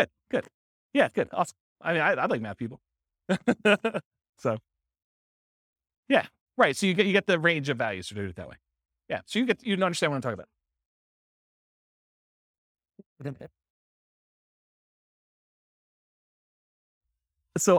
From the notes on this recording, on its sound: This was a live class recorded